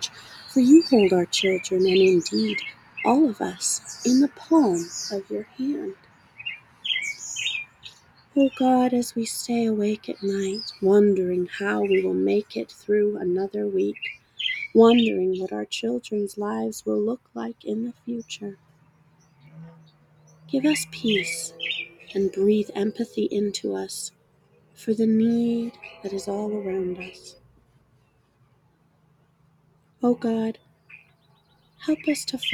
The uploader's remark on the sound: The bird sounds are provided by the chickadees, robins, and other feather friends living in my willow tree.